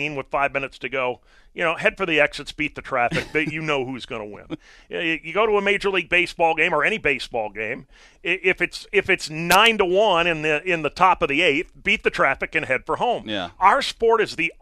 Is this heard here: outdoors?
no